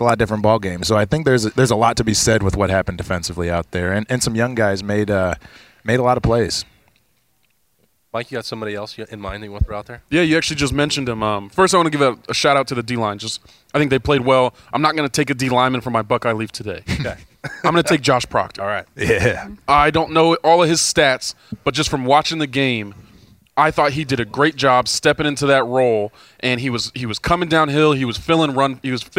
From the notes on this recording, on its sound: Lettermen Live hosted by Roosters is back to break it all down. Lettermen Live is hosted by Roosters on Olentangy River Road in Columbus.